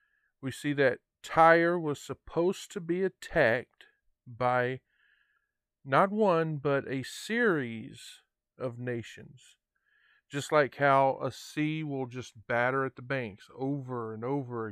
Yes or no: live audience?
no